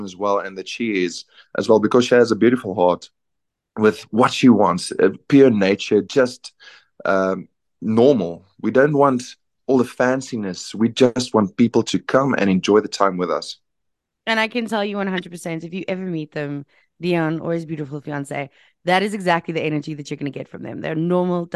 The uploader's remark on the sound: on a Zoom